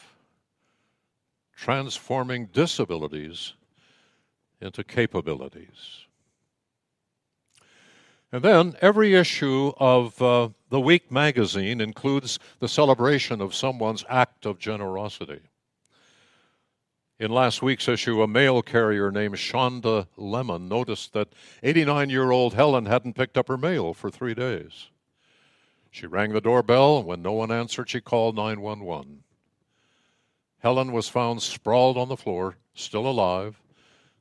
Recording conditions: large echoing room